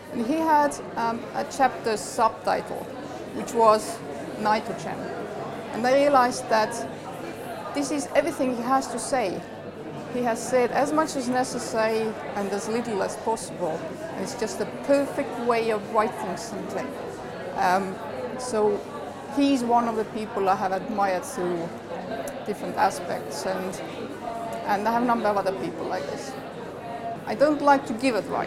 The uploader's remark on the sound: Recorded at the 38th New Phytologist Symposium: Colonization of the terrestrial environment, by Leeds Media.